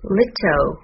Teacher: L 的发音是舌边音